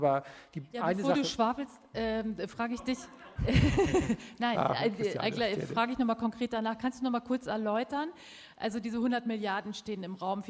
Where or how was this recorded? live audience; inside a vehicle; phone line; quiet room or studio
live audience